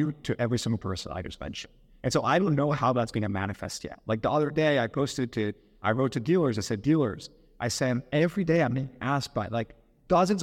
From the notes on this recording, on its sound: Interview from UCW 2023. Interviewed LIVE at UCW.